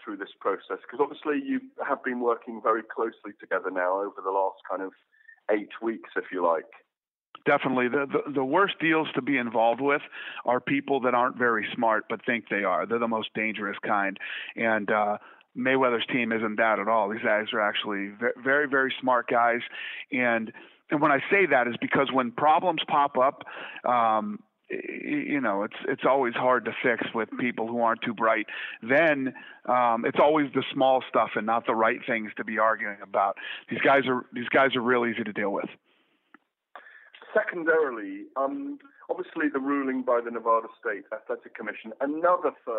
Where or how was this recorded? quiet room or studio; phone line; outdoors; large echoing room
phone line